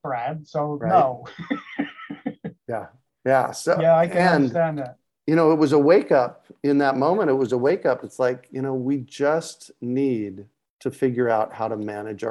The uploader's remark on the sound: A relaxed conversation in a Zoom room with a special guest. They answer questions from the live listening audience.